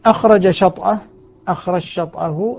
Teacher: الجيم في الشين فتصبح شينا مشدد · Term: الإدغام